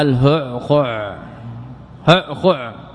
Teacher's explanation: اجتمعت الهاء مع العين والأول مضموم والثاني ساكن، فحصل تنافي بين الحروف، يعني ثقل في النطق. وإذا حصل ثقل في النطق وعسر في النطق حينئذ حكمنا على الكلمة بأنها متناف، بأنها غير فصيحة.